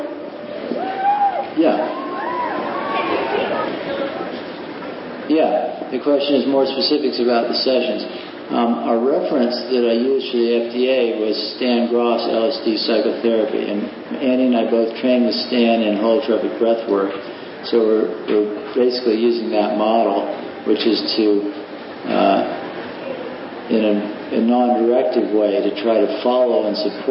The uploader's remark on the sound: This talk was given as a part of the MAPS/Palenque Norte lectures at the 2006 Burning Man festival.